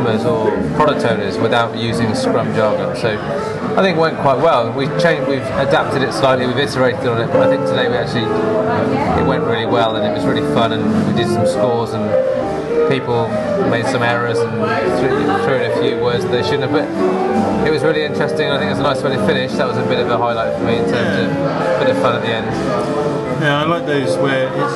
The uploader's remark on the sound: From The Mesmerist, Brighton, UK. Chat over a couple of interesting drinks in a rather unusual pub in Brighton.